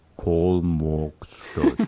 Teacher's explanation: viele Gegenden in Sachsen, wo dann auch das A so ein bisschen zum O wird.